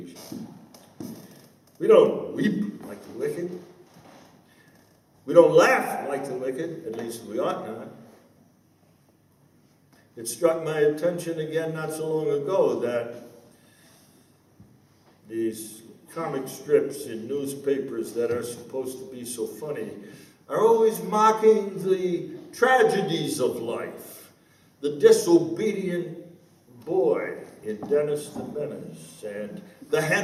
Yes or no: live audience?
yes